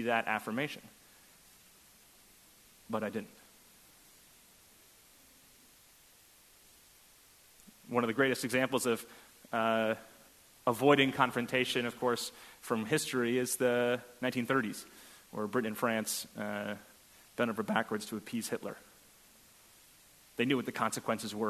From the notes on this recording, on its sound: at First Congregational Church of Houston